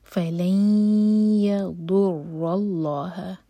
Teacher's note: ضاد زبان کے سائڈ سے ہیوی ہوگا، رو ہیوی ہوگا اور آگے اللہ تعالیٰ کے نام میں جو لام ہے وہ مبھر کر پڑھا جائے گا.